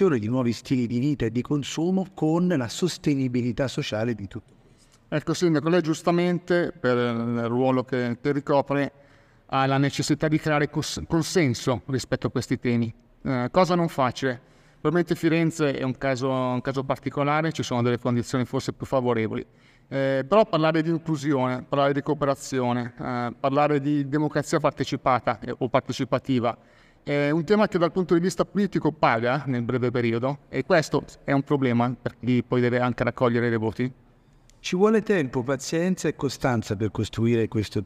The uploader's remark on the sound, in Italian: Dal Festival nazionale dell'Economia civile di Firenze